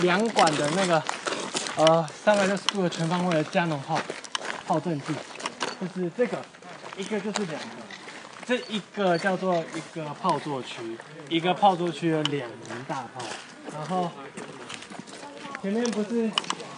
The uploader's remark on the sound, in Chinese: 社寮東砲台(本部分有實境走訪錄音！)。槓子寮砲台(本部分有實境走訪錄音！)。